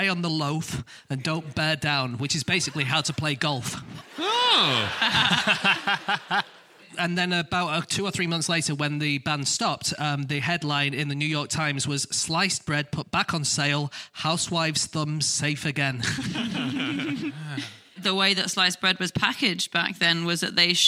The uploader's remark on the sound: Live from Aberdeen.